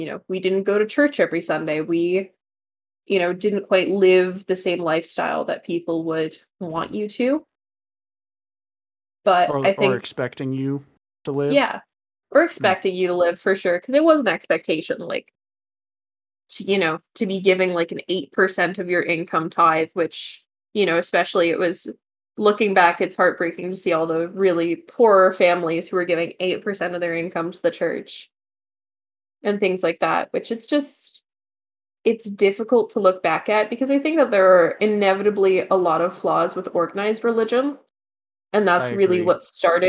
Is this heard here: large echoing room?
no